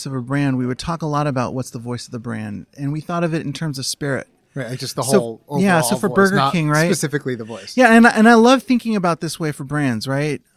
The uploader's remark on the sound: Live from Advertising Week